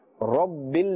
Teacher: Rabbil is incorrect, rabbil, because ra has a fatha, and therefore must be pronounced with a thick tone or a full mouth